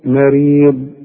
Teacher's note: بنمد الحرف ده حركتين، اللي قبله ايه؟ مكسور، بيحتاج ايه؟ للياء